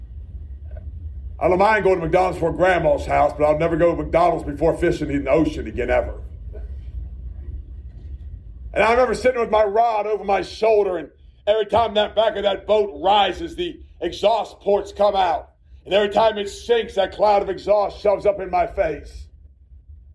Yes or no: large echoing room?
yes